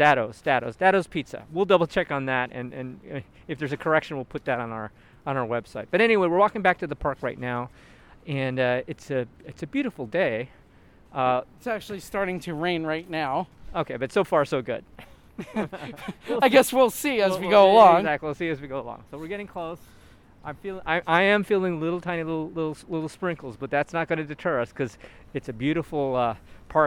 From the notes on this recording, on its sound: Recorded in the winter, we do a walking tour and discussion of St. Nicholas Park.